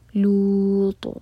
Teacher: تو ہم پڑھیں گے فآمن له لوط، تو تا کو ساکن کر کے رکیں گے تو تا پر قلقلہ ہوگا، اور تا ہیوی لیٹر ہے تو میک شیور کہ تا ہیوی پڑھا جائے.